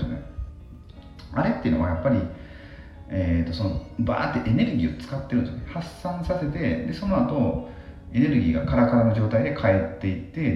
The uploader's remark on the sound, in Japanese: 風呂に入りながら収録したので 若干聴き辛いですが